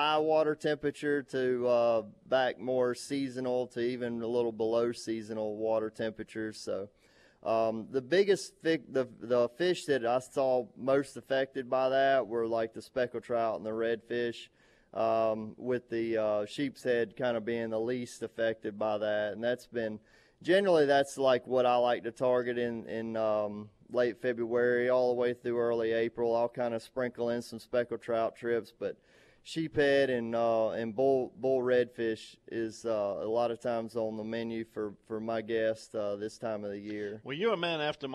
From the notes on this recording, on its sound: on location at Scott's Marine in Alberta, Alabama.